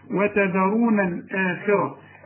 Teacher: القاف آخر درجات التفخيم والراء مفخمة